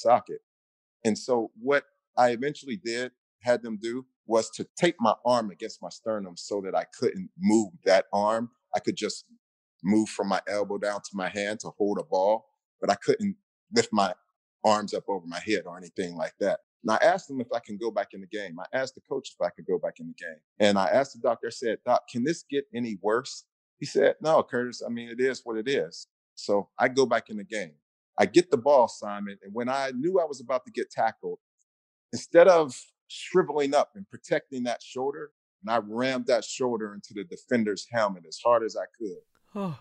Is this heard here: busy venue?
no